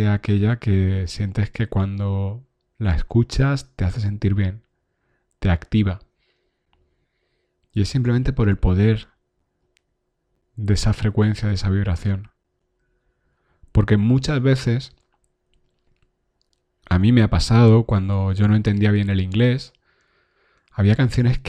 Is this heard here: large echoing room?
no